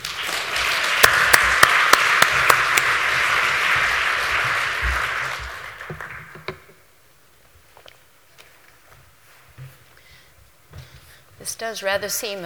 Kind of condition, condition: setting, live audience